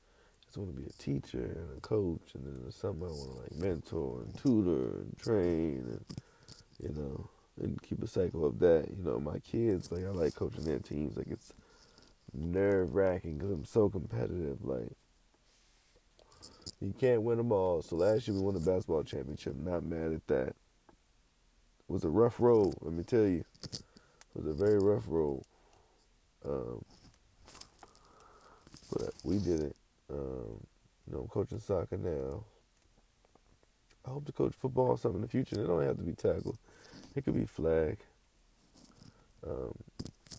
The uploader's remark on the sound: I’m never fucking using my headphones again. Much background noise.